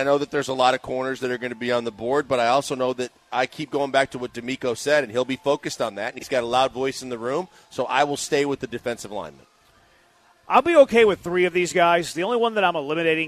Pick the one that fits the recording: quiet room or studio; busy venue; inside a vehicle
busy venue